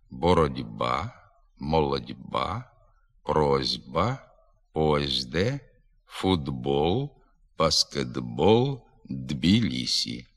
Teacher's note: глухі приголосні перед дзвінкими всередині слова самі стають дзвінкими